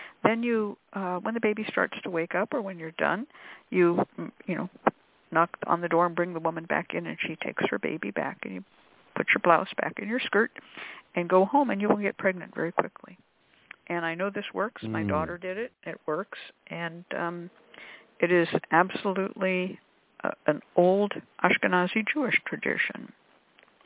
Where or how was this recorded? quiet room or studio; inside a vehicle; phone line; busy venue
phone line